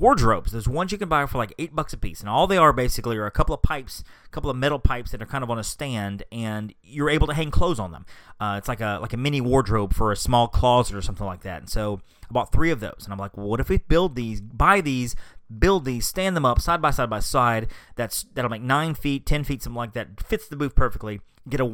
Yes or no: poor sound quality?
no